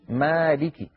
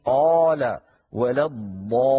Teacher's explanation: الألف مرقق إن سبق بمرقق في نحو مالك، وتفخم إن سبق بمفخم في نحو قال ولا الضالين. إذن الألف من حيث التفخيم والترقيق تبع للحرف الذي قبلها.